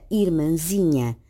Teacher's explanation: Nos casos em que assinala a nasalidade de vogais ou de ditongos, que não surgem em final de palavra, o til não corresponde a uma marcação gráfica da sílaba tónica, como se observa também na palavra irmãzinha, na qual a sílaba tónica é zi e não mã